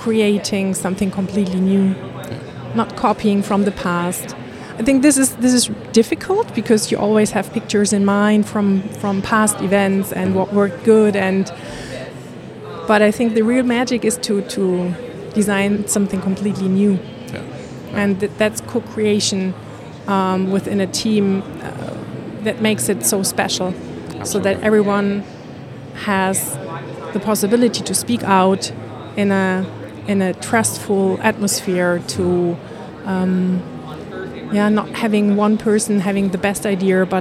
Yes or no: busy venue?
yes